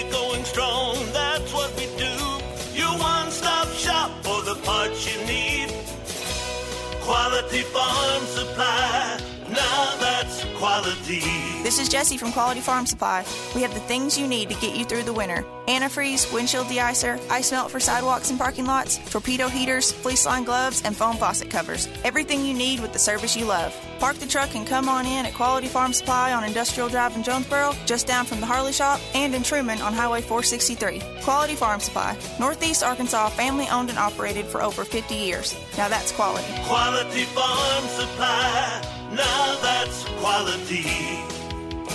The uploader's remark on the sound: Was a 2 For Tuesday, LIVE from JTown's Grill! On The Ticket 95.3 Fm/970 AM, Ritter Communications Tubetown 21!